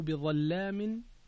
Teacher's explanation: اللام هنا مغلظة وهي في أصلها أنها مرققة